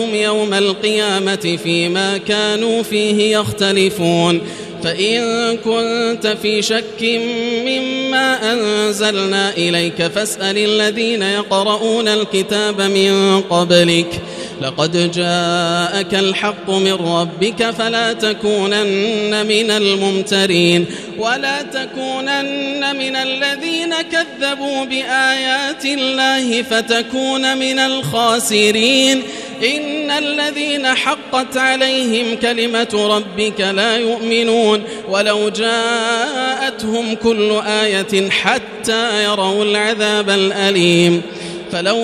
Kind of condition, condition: setting, large echoing room